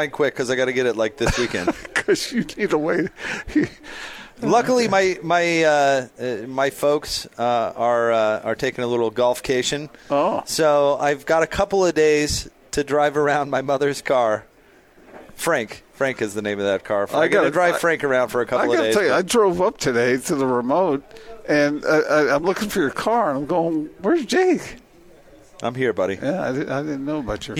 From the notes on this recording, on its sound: LIVE at Metro by T-Mobile